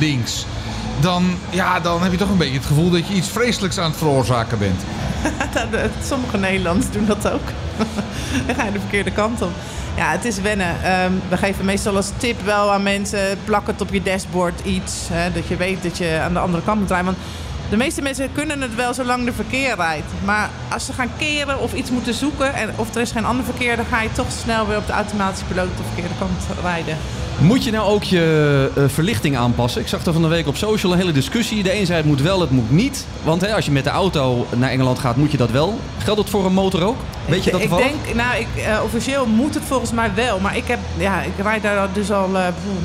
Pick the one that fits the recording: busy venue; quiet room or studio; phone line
busy venue